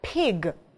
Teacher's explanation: В английском P, звук P, это такой с придыханием. То есть мы плотно смыкаем губки, а потом как бы выдыхаем этот звук уже. P. То есть такой как бы взрыв у нас немножко происходит, да, воздуха, п, с придыханием она произносится.